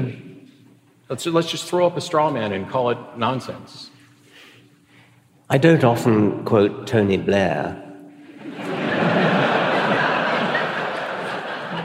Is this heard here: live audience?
yes